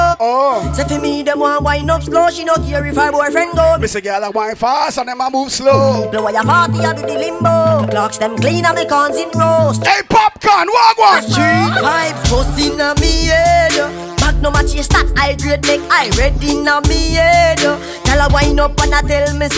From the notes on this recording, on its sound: BDAY PARTY (LIVE AUDIO).